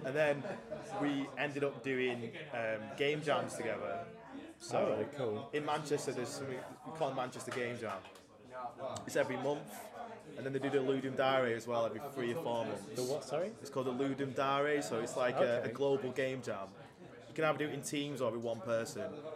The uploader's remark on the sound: At EGX Rezzed in Birmingham